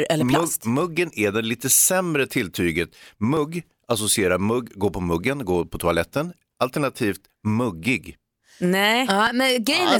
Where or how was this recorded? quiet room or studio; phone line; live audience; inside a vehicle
quiet room or studio